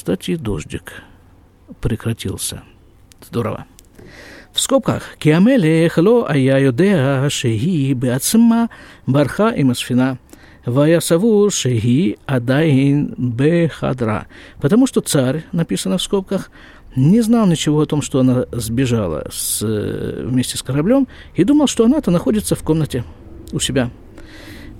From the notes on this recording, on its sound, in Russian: Запись из сукки.